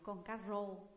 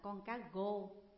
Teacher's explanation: Ông không phát âm được chữ R. Khi ông dạy con cá rô thì ông đọc là con cá gô. · Shown in: second take